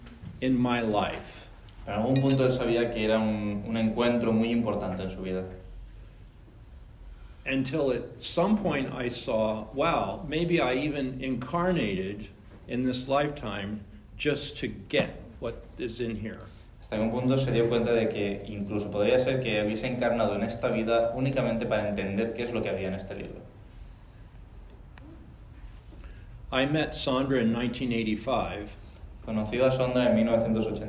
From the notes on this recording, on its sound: VALENCIA LRT. Spoken to a Spanish audience.